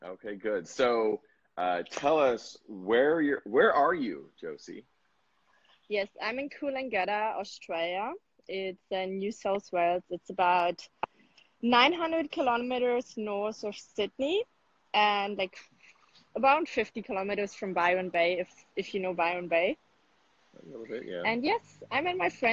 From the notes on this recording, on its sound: I did an Instagram Live and interviewed a friend